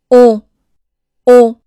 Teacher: 要尽量发出鼻音的厚重